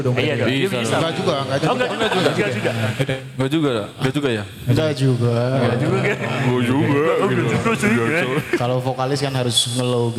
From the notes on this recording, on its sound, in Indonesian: Podcast secara live di acara Suaragam Fest selama 3 hari berturut-turut yang merupakan kerjasama antara Loemento Cafe & Resto dengan Jahanam Movement.